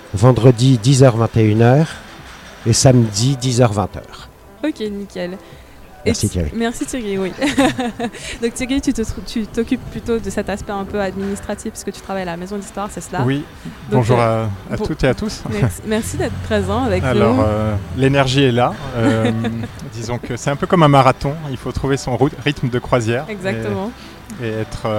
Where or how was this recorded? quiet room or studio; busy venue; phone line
busy venue